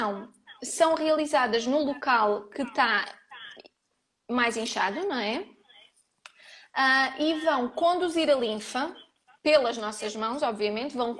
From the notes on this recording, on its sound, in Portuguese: Gravado através do LIVE do Instagram.